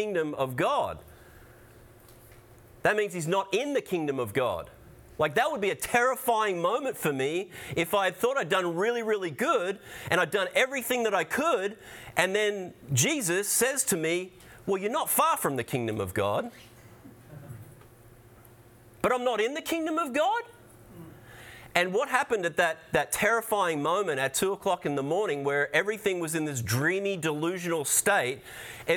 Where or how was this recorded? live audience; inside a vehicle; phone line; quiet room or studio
live audience